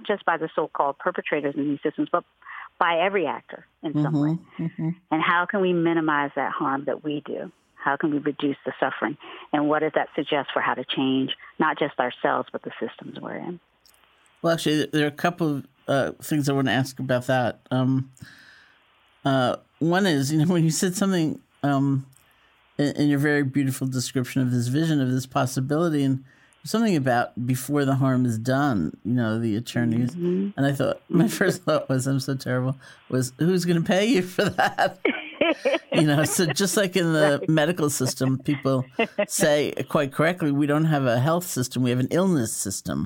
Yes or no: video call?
no